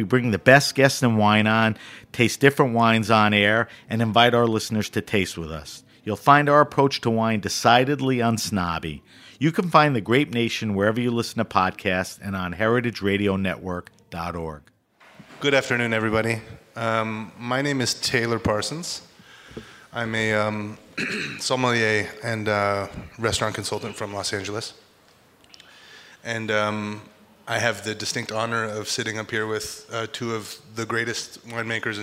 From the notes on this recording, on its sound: This talk was recorded by Heritage Radio Network as a part of RAW Wine NYC 2019's Speakers' Corner